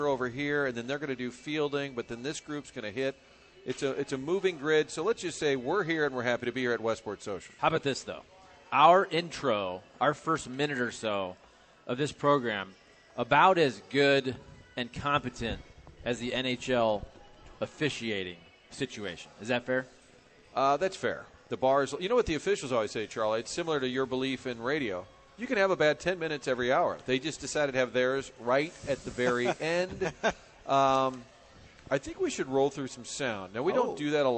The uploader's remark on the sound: broadcasting live from the Westport Social